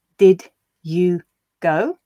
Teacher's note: And in fact, in these did you questions, there's often a further change as well to the pronunciation, in that the did will actually become just d, so that id part is completely elided